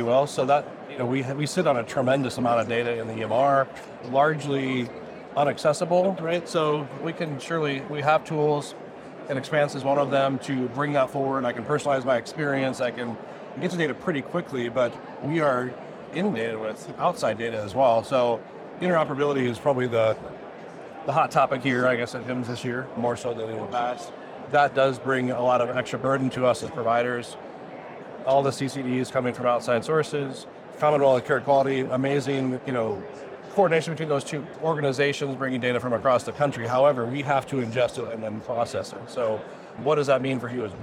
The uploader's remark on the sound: HIMSS '23. An Interview in Action live from HIMSS 2023.